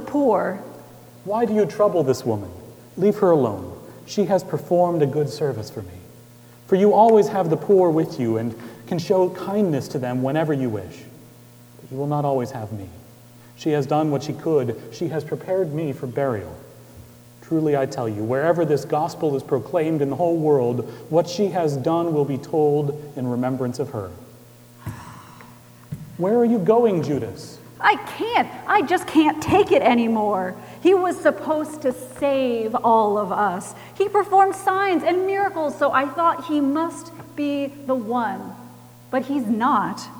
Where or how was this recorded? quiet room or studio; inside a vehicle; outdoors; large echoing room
large echoing room